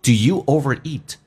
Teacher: Overeat 这个单词重音是在 e 上，不是 overeat，是 overeat，指的是过量的。那么同时呢，听力的难点 do 会弱化成 the，you 说成 ye，用降调来发 do。Do youovereat？你暴饮暴食吗？Do youovereat？